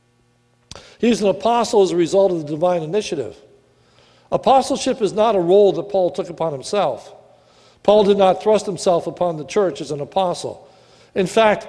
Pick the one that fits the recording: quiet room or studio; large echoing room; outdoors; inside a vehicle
large echoing room